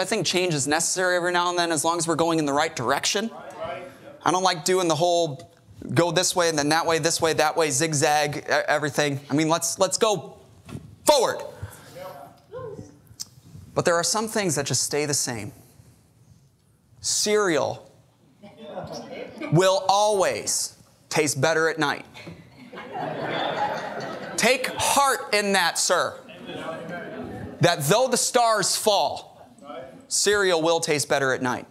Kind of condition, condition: setting, large echoing room